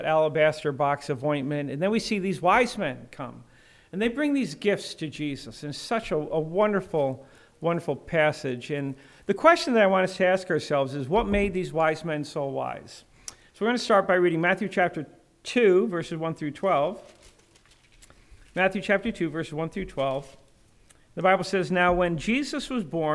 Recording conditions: large echoing room